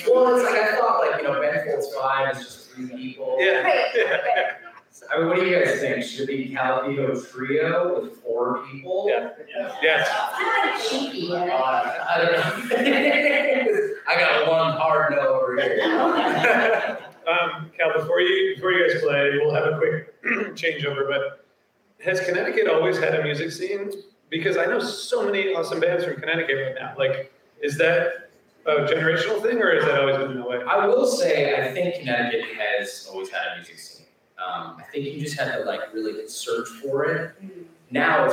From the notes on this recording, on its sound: Philadelphia, PA. Live from the Ardmore Music Hall!